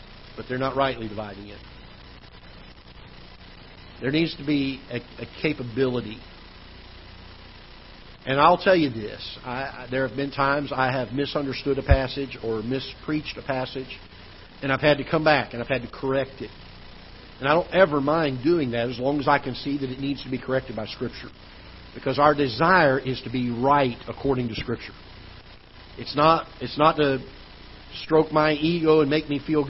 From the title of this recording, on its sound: Ketha Heights Baptist Church ~ Live Broadcast